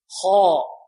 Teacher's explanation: خاء ننطقها بدون أن نضم الشفتين